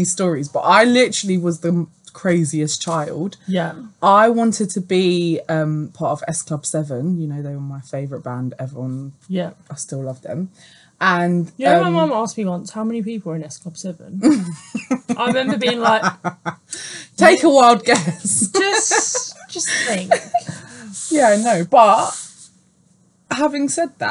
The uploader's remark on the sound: Our voices shifted some octaves due to audio issues but rest assured it's still us and not imposter men!!